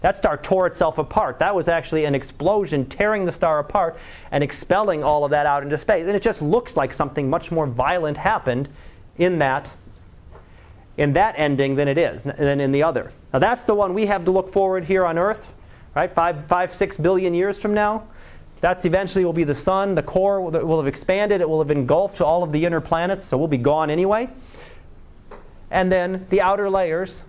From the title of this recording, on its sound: Live Class Lecture